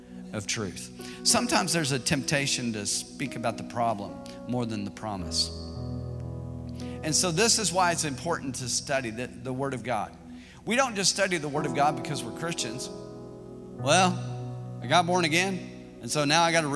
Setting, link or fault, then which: setting, large echoing room